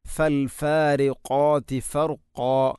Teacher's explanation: ഫൽഫാരിഖാതി ഫർഖാ, ഫൽഫാരിഖാതി ഫർഖാ, ഫർഖാ, ഖാഫിന് പകരം കാഫാകുന്നത് ഫർഖാ, ഇങ്ങനെ ഫർഖാ, ഇത് ശ്രദ്ധിക്കേണ്ടതാണ്. അപ്പോൾ ഖാഫ് ഉച്ചരിക്കുമ്പോൾ തൊണ്ടയുടെ ഏറ്റവും മുകൾ ഭാഗം കഴിഞ്ഞ് ചെറുനാക്കിൻ്റെ അടുത്താണ്